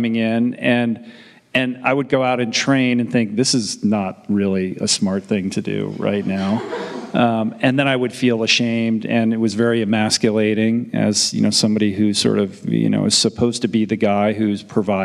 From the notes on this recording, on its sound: Interactive audience Q&A. Excerpted from the first group session conducted during our recent retreat in Italy.